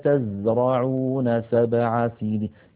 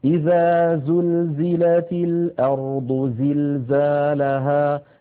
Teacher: نجد بأن حرف الزاي دائما يقرع السمع بقوة لما فيه من صفة الصفير